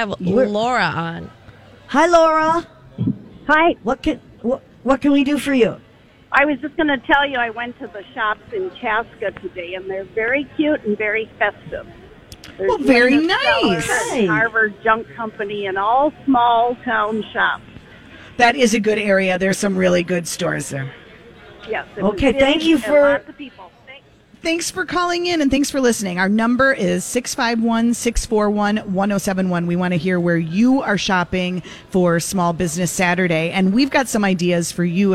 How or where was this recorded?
busy venue